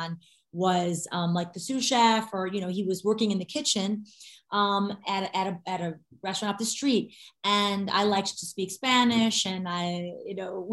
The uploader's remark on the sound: in a spoiler-filled virtual Q&A